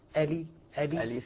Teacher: أولا تحقيق الحروف اللي فيها، تحقيق الهمزة وكسر اللام. ألي ألي ألف.